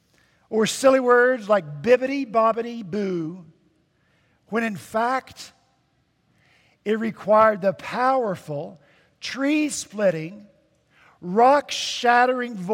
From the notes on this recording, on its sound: At Redeemer Presbyterian Church in Charleston, SC, our senior pastor preached